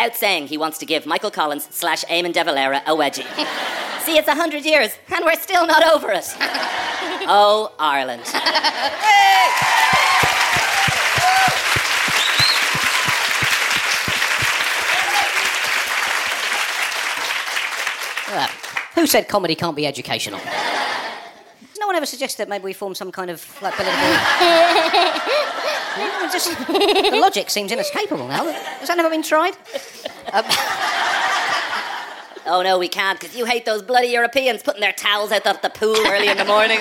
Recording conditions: live audience